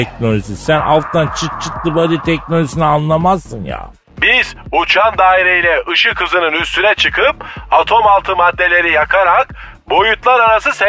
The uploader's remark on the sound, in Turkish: Telefon görüşmesi. Telefon hattında.